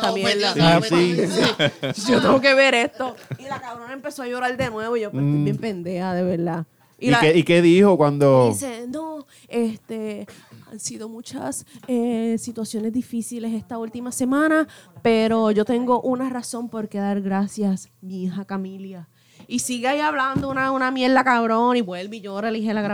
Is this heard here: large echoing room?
no